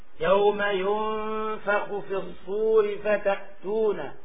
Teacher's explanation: لاحظ الهمزة ساكنة لا تحركها